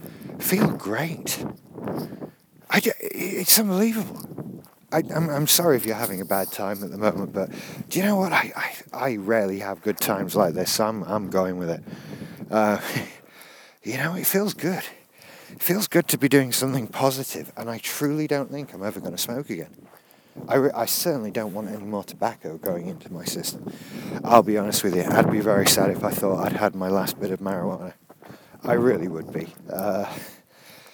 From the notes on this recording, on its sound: I was walking the dog and got bored.